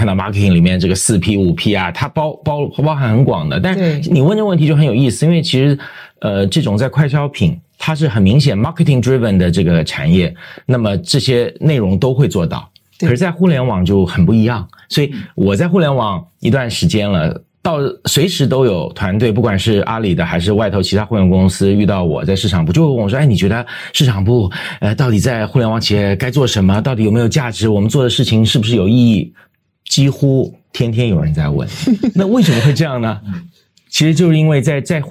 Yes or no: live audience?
no